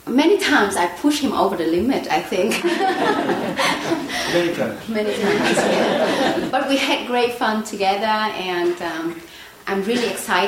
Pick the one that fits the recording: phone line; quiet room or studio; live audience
live audience